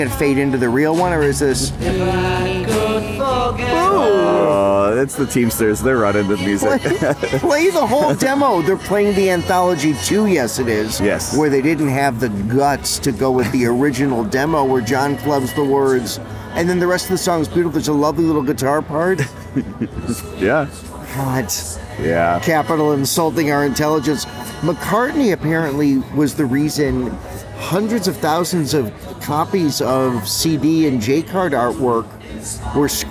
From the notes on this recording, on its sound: Beatlefest 2023 Part 2: Live from the Fest Floor.